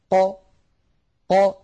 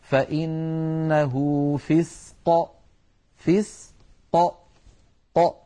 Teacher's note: فعند سكون القاف بدلا من أن تخرج القاف بتصادم طرفي المخرج هكذا أق، بدلا من ذلك تخرج هكذا ق ق بتباعد الطرفين. مثلا نقول فإنه فسق فسق ق، فطرفا المخرج يبتعدان عن بعضهما. · Term: صفة القلقلة